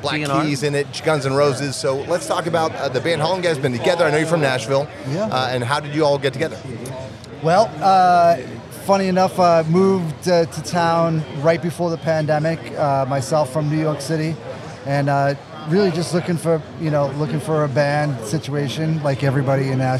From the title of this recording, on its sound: interview from Rock N Pod Nashville 2023